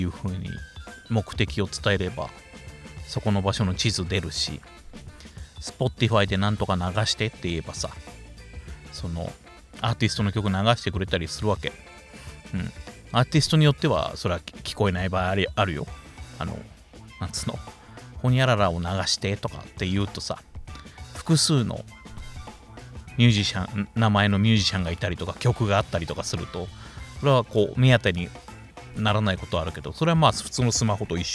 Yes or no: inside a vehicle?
yes